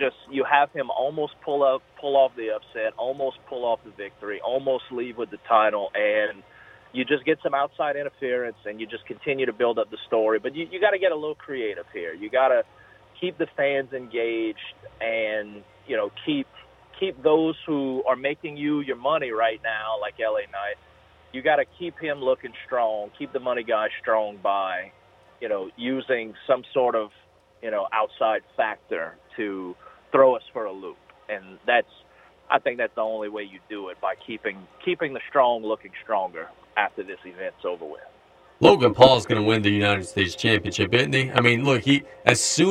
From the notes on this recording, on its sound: We go to the phone line for the 3rd segment